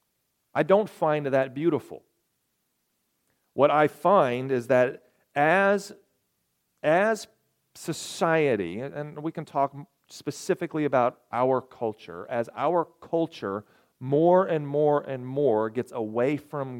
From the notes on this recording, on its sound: This message coincided with a special communion service. Recorded on March 11, 2023, at Ringgold Seventh-day Adventist Church.